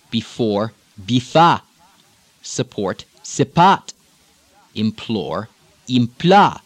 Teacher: The only one of these that changes the vowel stem as well as dropping the R is the OR, that sort of OR sound, which in the islands stays ah, ah, like the last one we did.